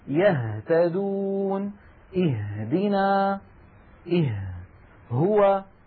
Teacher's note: نلاحظ بأن الهمزة من أقصى الحلق، والهاء من نفس المكان، يهتدون، اهدنا، اه هو.